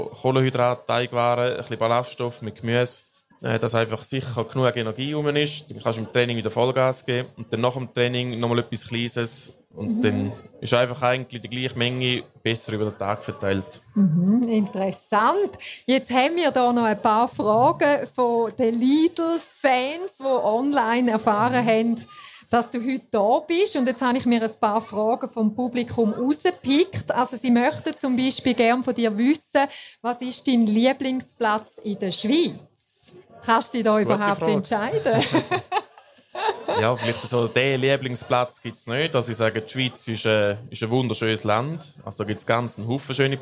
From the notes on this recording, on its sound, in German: Im Live-Podcast an der WEGA (Weinfelder Gewerbe Ausstellung)